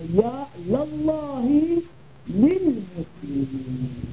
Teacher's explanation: الجر لام مكسورة، لكننا حتى نفرق بين المستغاث به والمستغاث له جعلنا اللام التي تدخل على المستغاث به مفتوحة، وأبقينا اللام الداخل على المستغاث له مكسورة، فقلنا يا لله للمسلمين، يا لله للمسلمين، ففتحنا اللام التي · Term: لام الاستغاثة